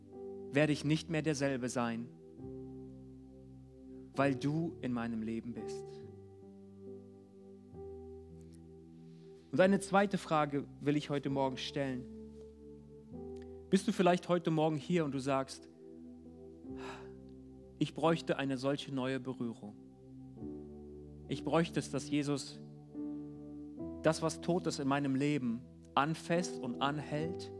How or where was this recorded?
large echoing room